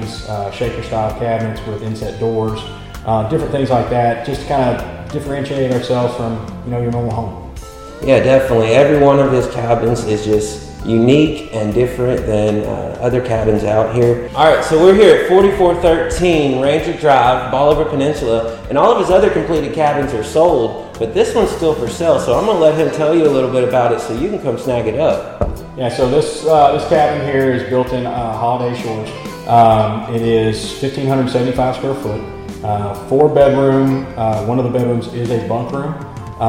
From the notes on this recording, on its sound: at the Lamar State College–Port Arthur Golf Tournament